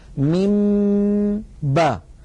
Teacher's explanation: ولكن حيث إن الميم مفصولة تماما عن الباء ميم با، لا دمج بين الصوتين ولا خلط بينهما، لذلك هذا الأمر لا نستطيع أن نعتبره إدغاما، كما أنه ليس بإظهار. · Term: الإخفاء